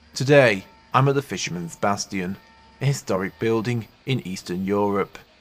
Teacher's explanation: I talk in a silly way, because my voice drops down at the end of each sentence.